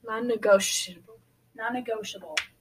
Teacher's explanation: The T has no emphasis. It makes a sh sound.